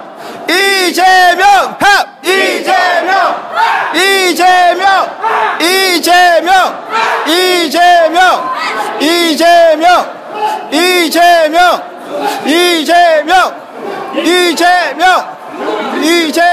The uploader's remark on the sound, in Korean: 현장 특별 방송. 3/27 광주, 호남 경선 현장 실황.